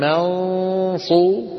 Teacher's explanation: لما كان الحرف الآتي بعد النون المخفى مفخما وهو الصاد، طلع الصوت كيف؟ مفخم، لأنه الفم مهيئ على مخرج الصاد.